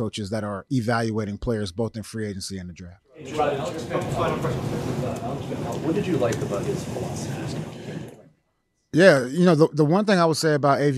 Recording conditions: busy venue